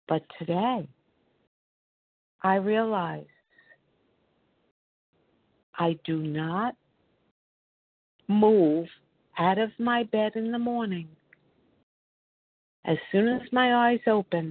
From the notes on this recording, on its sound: 100 Pounders Phone Meeting